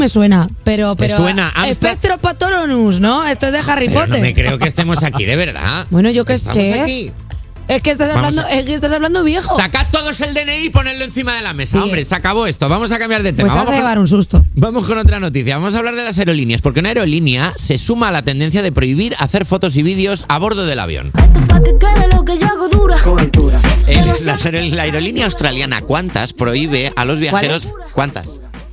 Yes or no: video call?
no